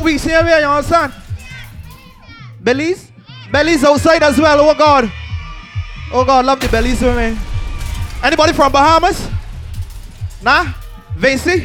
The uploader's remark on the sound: LIVE AUDIO FROM SPICE J'OUVERT - EVOLUTION OF JAB SAVVY ON THE BAY A. BARBADOS.